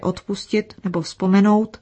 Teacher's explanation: Například ve slově odpustit nebo vzpomenout, kde se znělé D a Z změnily vlivem okolních souhlásek na neznělé T a S